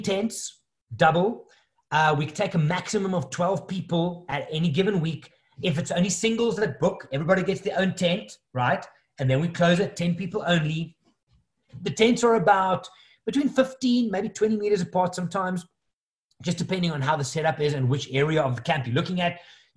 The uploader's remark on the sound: the audio of a webinar that I recently hosted